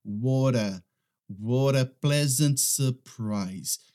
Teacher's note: esse T no final, ele vai ter o som, sabe quando você é, está falando espanhol, que o R tem aquele som de r, r, r, r